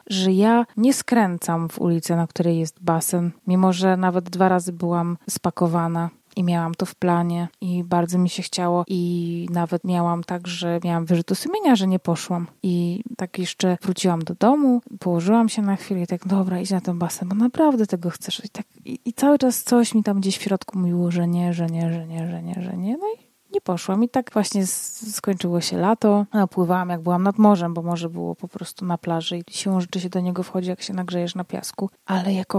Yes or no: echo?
no